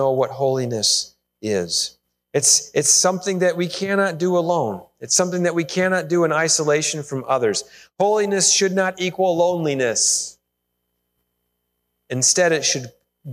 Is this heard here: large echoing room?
yes